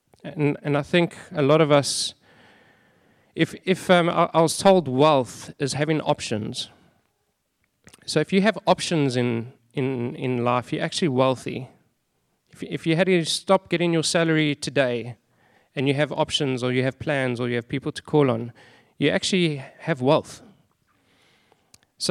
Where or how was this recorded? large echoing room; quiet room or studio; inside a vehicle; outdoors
large echoing room